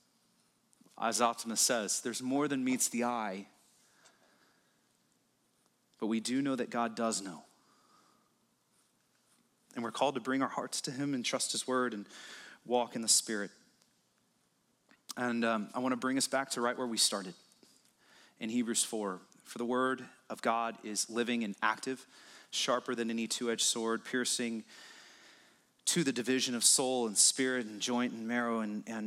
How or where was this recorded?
large echoing room